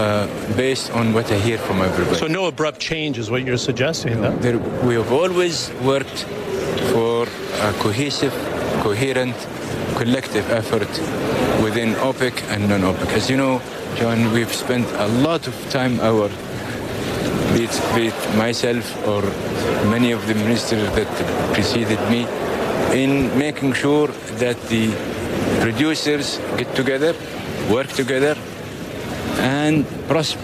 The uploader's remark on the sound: live from the New York Stock Exchange